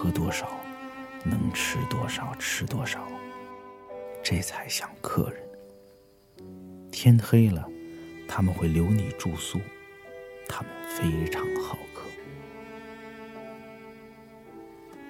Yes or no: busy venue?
no